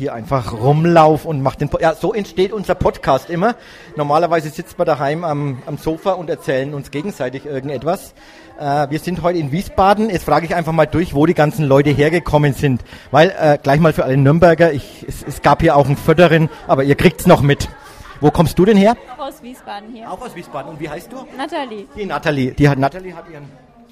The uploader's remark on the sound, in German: Live aus dem Restaurant Noglla in Wiesbaden, Interviews mit den Teilnehmern.